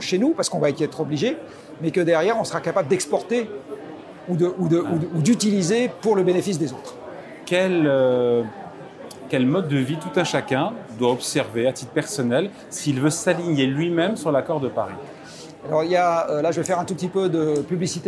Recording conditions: busy venue